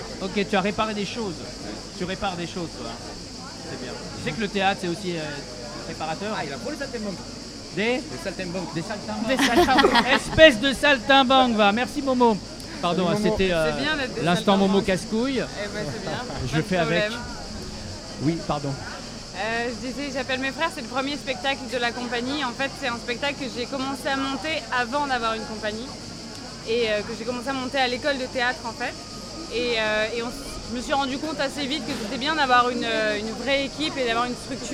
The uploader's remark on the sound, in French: En direct du Festival Off d'Avignon